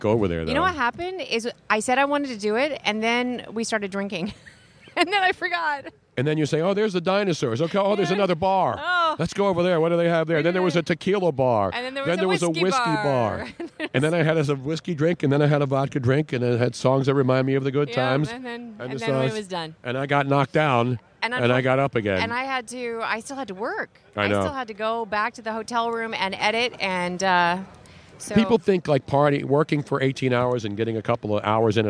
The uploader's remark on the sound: Radio Row in Houston